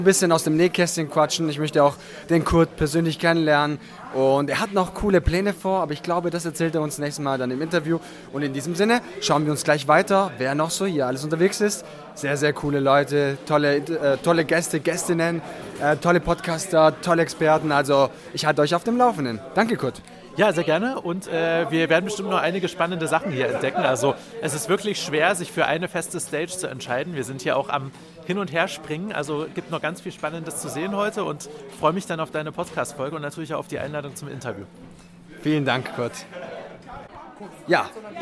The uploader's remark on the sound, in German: Hierfür habe ich kurze Live-Interviews vor Ort durchgeführt. Verschiedene Aufnahmen der Main Stage.